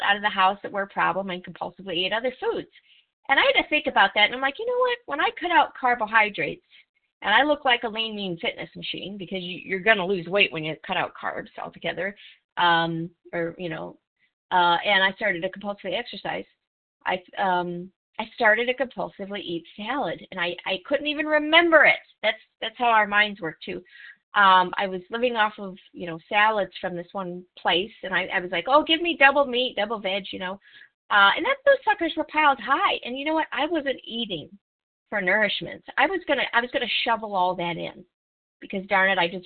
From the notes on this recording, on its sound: from the 100 Pounders Phone Meeting, 10/14/23.